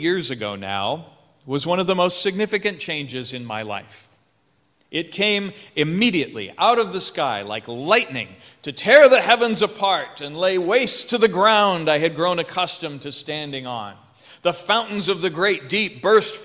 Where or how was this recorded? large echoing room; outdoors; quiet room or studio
large echoing room